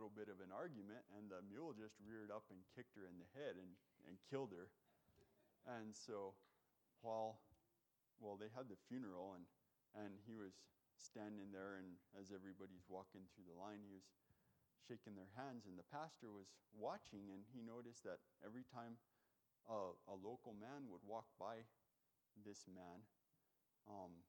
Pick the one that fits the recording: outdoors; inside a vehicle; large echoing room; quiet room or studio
large echoing room